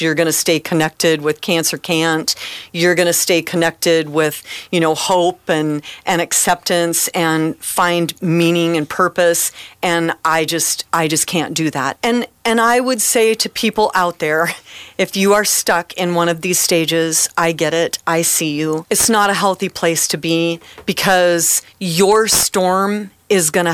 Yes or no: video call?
no